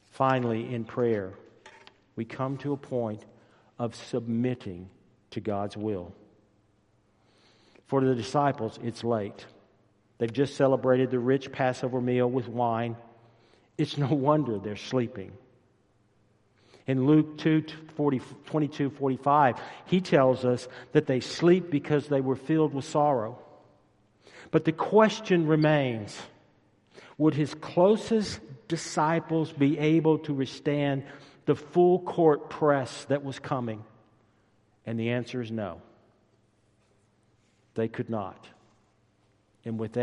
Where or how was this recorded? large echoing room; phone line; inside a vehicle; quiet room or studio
large echoing room